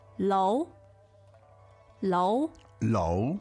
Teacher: And that's second tone, right?